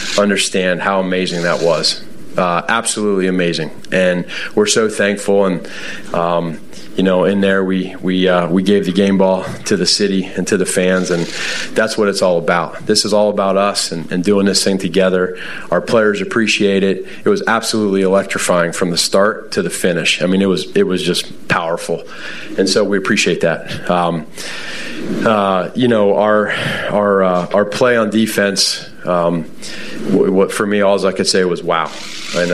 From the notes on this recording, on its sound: live from Soldier Field